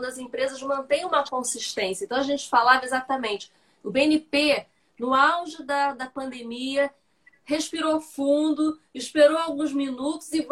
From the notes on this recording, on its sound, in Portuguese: Live realizada no Instagram em 07/10/2020.